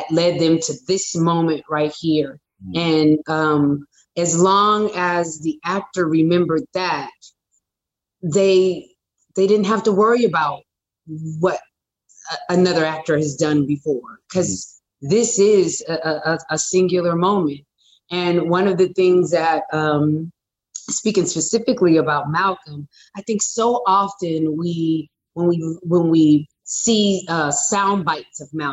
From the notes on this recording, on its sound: in a spoiler-filled virtual Q&A